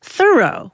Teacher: with the accent on the first syllable